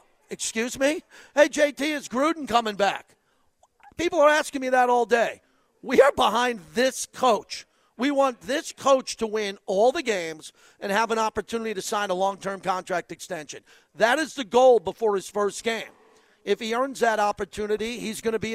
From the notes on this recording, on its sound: LIVE FROM LA CASA CIGARS IN TIVOLI VILLAGE.